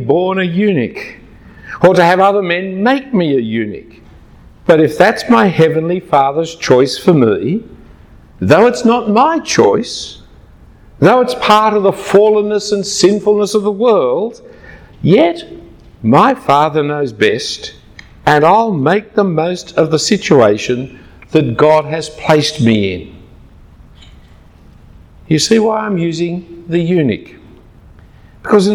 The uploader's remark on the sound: Given at a conference on Relationships 2014 at Adam Road Church in Singapore.